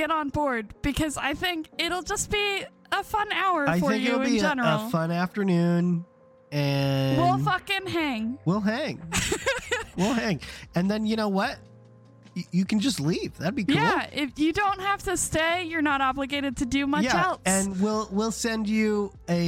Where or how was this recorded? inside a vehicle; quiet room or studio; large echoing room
inside a vehicle